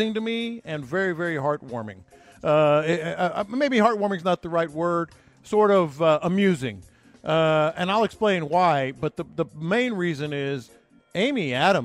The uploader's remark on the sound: Live At The Bear Bryant Awards